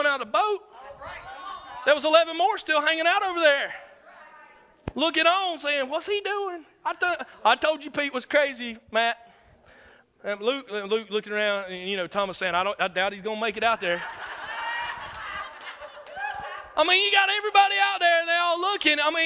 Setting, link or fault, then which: setting, live audience